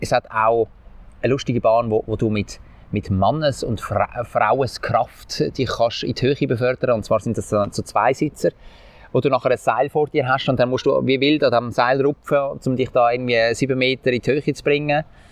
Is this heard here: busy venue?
yes